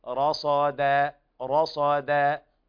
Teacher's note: من بين يديه ومن خلفه رصد، من خلفه إظهار حلقي لوقوع الخاء بعد النون الساكنة، من خلفه رصد، وهنا صلة هاء الضمير بياء لفظية تمد مدا طبيعيا بمقدار حركتين. رصد، ويلاحظ ترقيق الدال في قوله رصد لأن الراء والصاد مفخمتين ويطغى على ذلك في الدال، فلا بد من الاعتناء بترقيق الدال حتى لا تفخم.